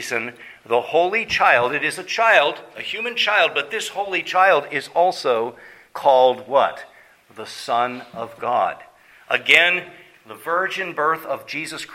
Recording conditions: large echoing room